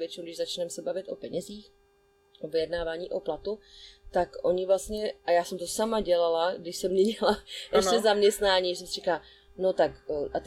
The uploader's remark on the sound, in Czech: Prosím omluvte zhoršenou kvalitu zvuku, která vznikla závadou na záznamovém zařízení.